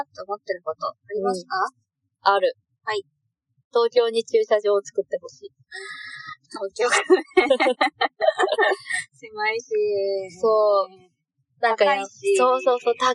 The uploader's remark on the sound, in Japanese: 初の対面収録！なぜか音がキンキンしていたり声が聞こえにくかったりと音質が最悪でございます！